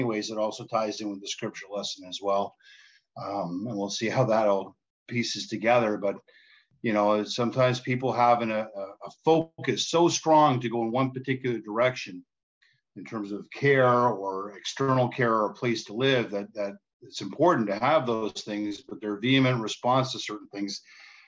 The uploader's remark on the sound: Oceanside Zoom Class.